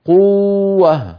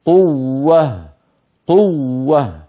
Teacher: قوة لما تأتي واو مشددة مثل قوة وقبلها مضموم، على القارئ أن ينتبه فلا يمط، لا يمط حرف المد المضغوط، لأن هذه الواو هي واوان، واو ساكنة وواو متحركة بعدها، والساكنة مدغمة في المتحركة · Shown in: second take · Term: بيان المشدد